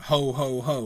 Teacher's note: Where we start off with the three presumably equally stressed hoes